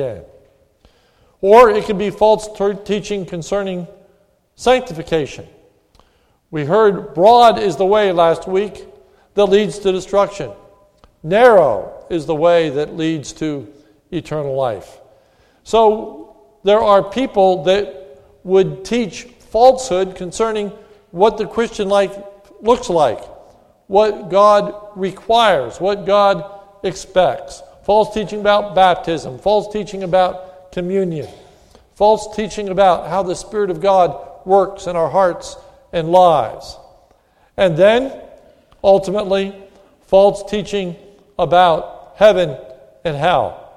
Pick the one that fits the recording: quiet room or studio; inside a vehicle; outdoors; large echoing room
large echoing room